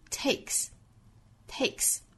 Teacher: 那 take 这个词后面加 s 应该读清辅音